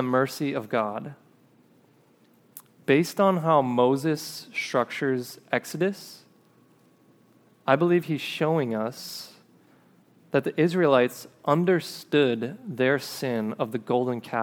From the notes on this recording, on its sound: This episode is a recording of a sermon preached at River City Church in Fargo, ND